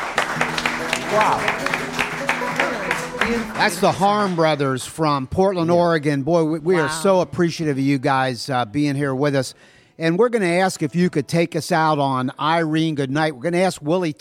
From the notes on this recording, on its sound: Live from the Whispering Beard Festival in Friendship, Indiana part two.